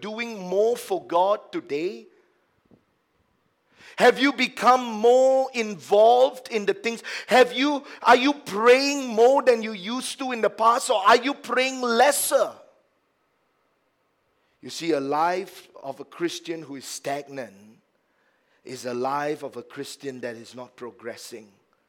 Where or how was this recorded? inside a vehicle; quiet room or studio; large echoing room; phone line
large echoing room